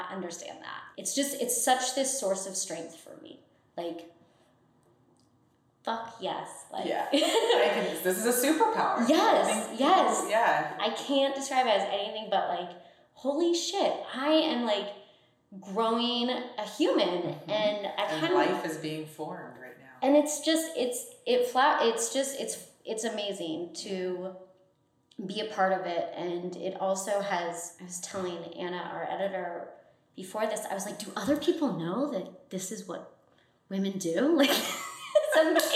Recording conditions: poor microphone